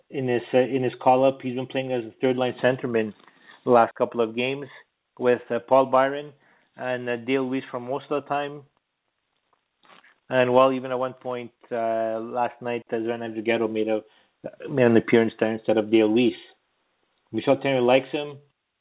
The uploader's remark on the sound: we take your phone calls